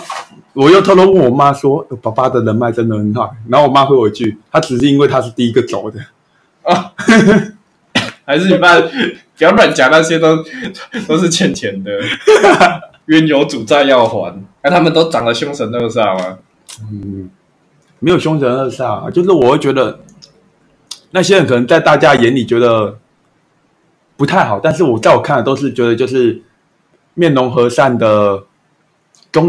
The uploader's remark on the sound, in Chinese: 雜貨店錄音品質